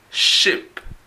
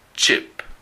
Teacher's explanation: La SH es como cuando quieres callar a alguien. Y la CH es un poco más corta · Shown in: second take